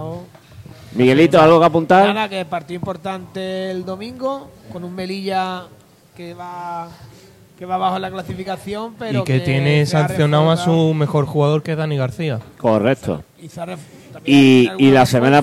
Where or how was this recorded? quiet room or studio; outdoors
outdoors